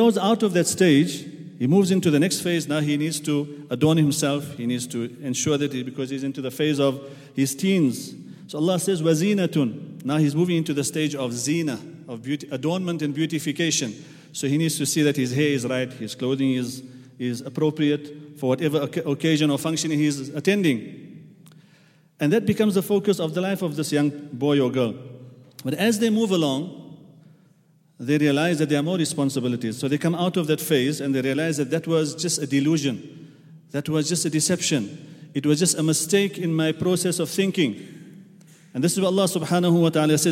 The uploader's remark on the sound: at the Houghton Masjid (West Street)